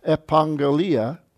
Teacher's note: double gamma is NG sound